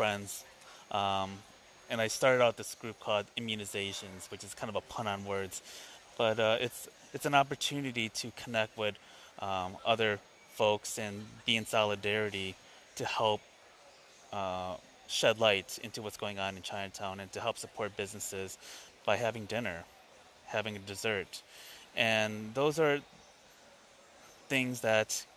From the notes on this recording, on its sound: I decided to do an impromptu episode, breaking away from my normal podcast routine. Episode aired live from Chicago O'Hare airport as I'm preparing to leave for Los Angeles tonight.